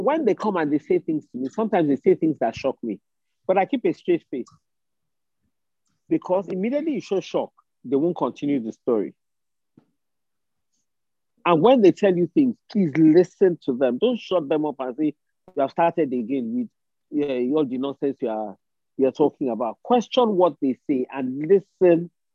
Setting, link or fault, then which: link, video call